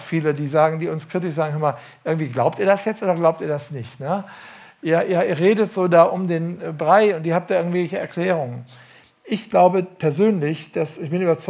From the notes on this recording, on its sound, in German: Am Ende des Vortrags, gehalten im Dezember 2018 in der „jesus-AG“ in Ludwigsburg, geht er auf Rückfragen aus dem Publikum ein.